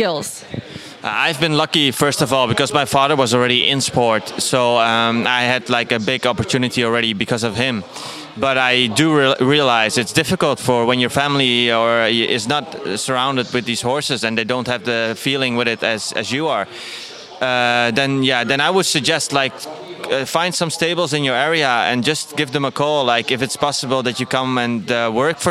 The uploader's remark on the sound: Recorded the interview in the tent upside the show ring at the Dutch Young Horse Championsip in Ermelo.